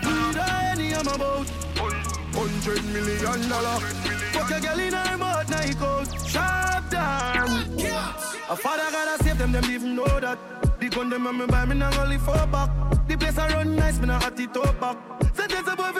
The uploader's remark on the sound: Live audio for last night at ribbiz!